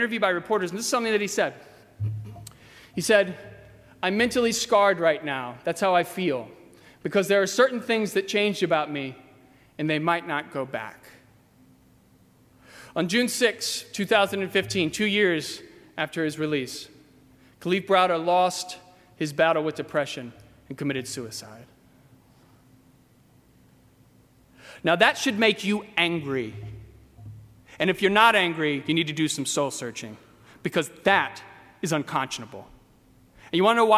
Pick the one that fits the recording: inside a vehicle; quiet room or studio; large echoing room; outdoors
large echoing room